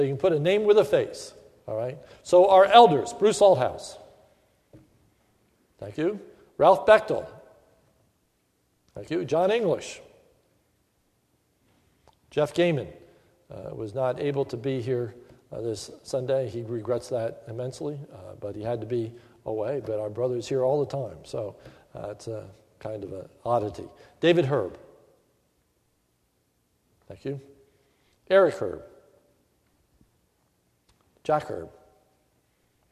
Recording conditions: large echoing room